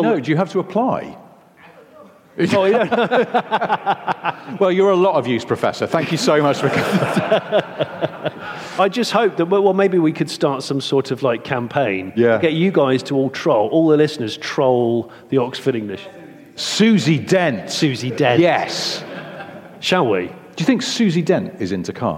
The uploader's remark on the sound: In their second London live recording